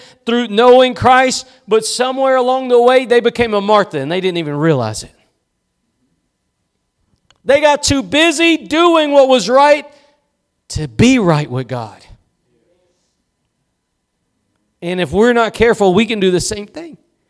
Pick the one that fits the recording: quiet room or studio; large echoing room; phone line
large echoing room